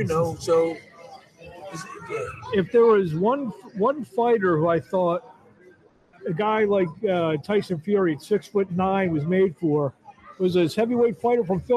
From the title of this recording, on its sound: LIVE FROM ATLANTIC CITY BOXING HALL OF FAME